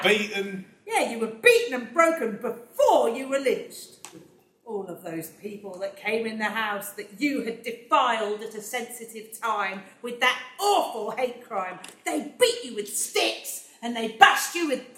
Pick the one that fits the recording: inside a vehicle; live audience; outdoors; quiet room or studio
live audience